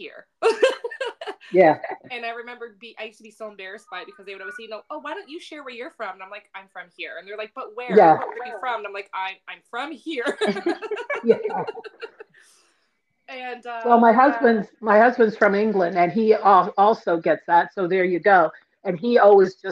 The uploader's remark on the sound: a little bit of a rough go with some technical difficulties